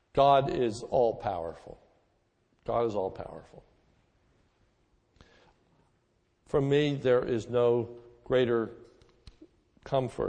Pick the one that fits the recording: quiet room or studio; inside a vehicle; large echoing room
large echoing room